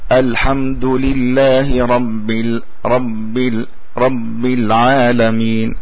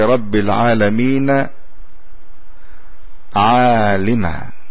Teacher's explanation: تعتري الباء الميم أو الخيشوم فيجعلها بعض ميم · Term: صوت الخيشوم